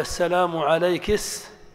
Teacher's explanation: أو إتباع كاف المؤنث الموقوف عليها سيناً · Term: الكسكسة